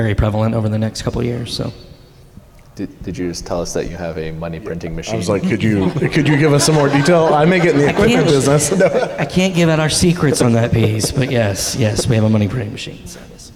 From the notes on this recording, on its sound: At Point of Rental's 2023 International Conference, we welcomed several rental leaders up to the stage to talk about the state of the industry and its future.